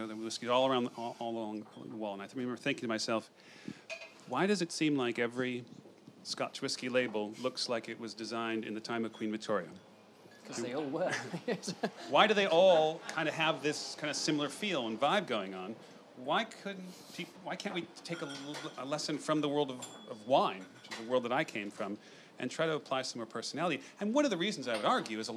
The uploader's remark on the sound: recorded at The Soho Whisky Club